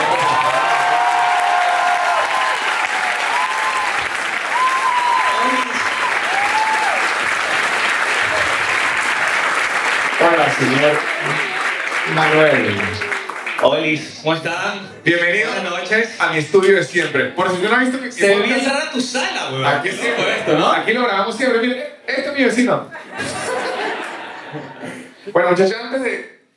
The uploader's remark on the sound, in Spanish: Un episodio grabado en vivo desde el teatro Picadilly en la ciudad de Buenos Aires.